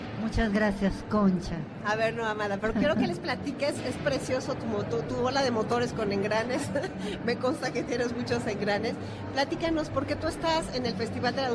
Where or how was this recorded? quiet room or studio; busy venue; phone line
busy venue